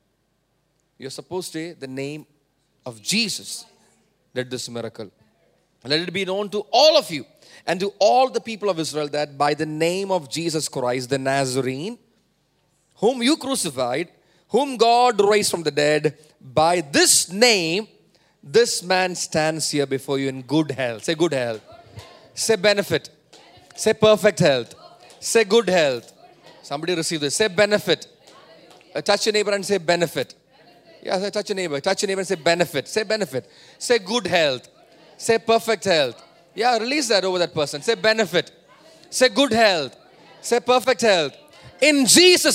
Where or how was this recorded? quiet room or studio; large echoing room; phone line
large echoing room